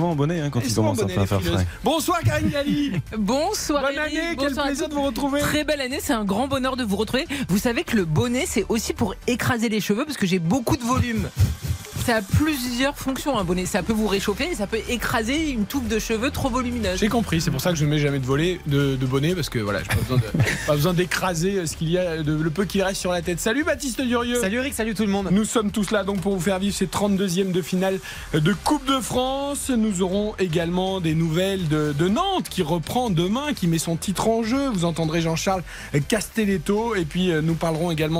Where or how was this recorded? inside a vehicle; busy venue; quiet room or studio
busy venue